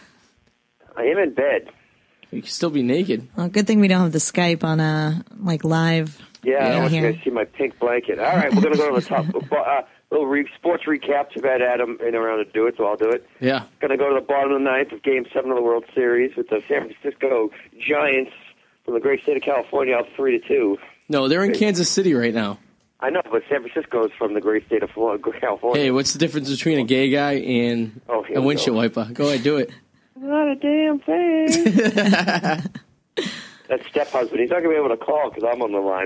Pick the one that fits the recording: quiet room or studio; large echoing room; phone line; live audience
phone line